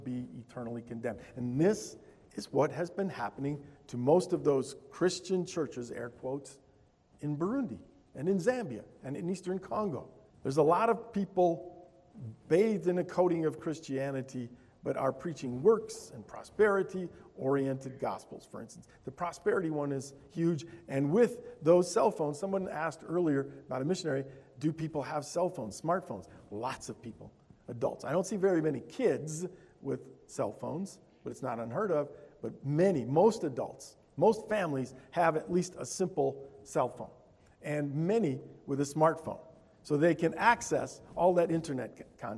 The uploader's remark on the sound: Altoona Bible Church Worship Service